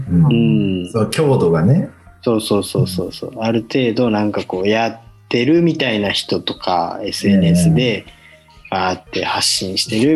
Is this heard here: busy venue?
no